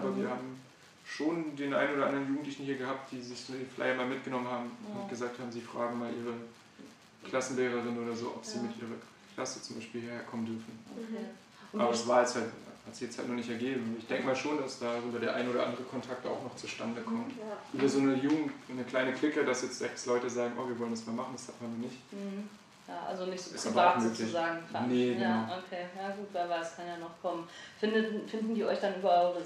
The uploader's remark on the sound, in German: Wir entschuldigen uns für die etwas schlechte Tonqualität